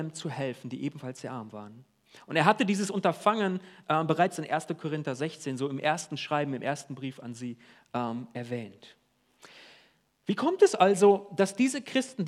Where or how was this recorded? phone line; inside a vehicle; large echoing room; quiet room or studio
large echoing room